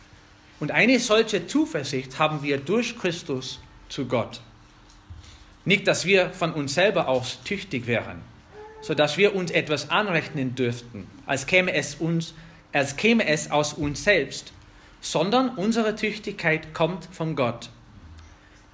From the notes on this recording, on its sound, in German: Eine Predigt aus der FBG Oberpfraundorf